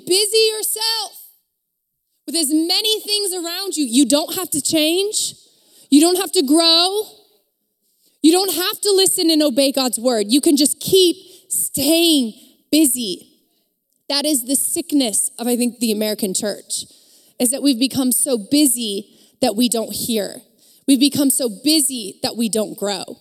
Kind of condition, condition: setting, live audience